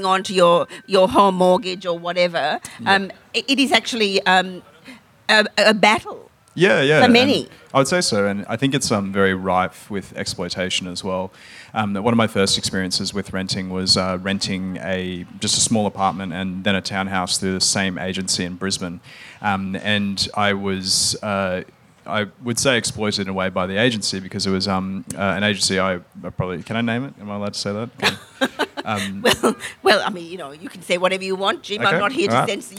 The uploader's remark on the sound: Tune in to this interactive open mic session, where you’ll hear the stories of other Melbourne renters.